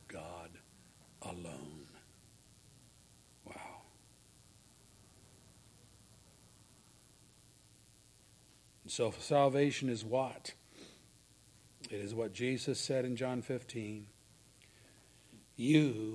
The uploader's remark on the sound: services recorded at Thornville Baptist Church